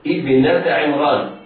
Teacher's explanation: ننطق بهمزة وصل مكسورة